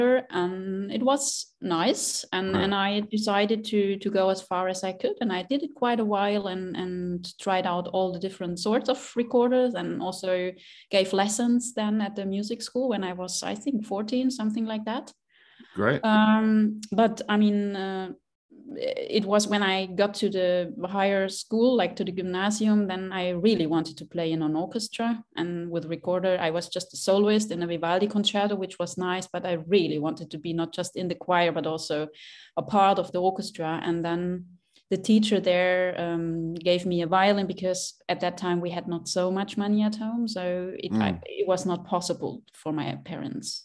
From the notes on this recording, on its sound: This interview was recorded on 15th September 2022 via Zoom.